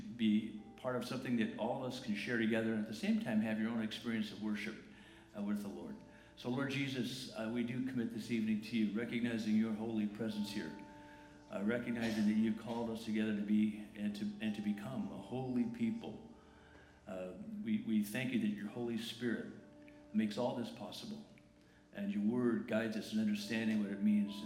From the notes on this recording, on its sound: The following is a recording of the Good Friday Family Service on Friday, April 19, 2019 at La Jolla Community Church.